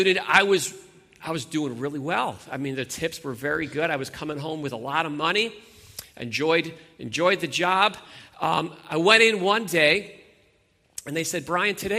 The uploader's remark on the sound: Sunday Morning Worship Gathering